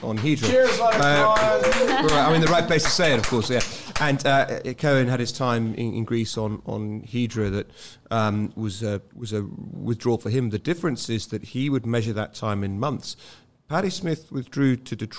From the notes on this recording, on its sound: In the last of four live episodes recorded in the Summer of 2022 at NYC’s fabulous Von Bar.